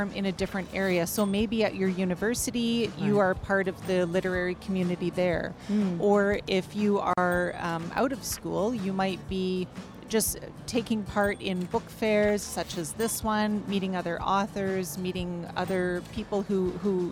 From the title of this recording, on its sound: Live from SIBF 2023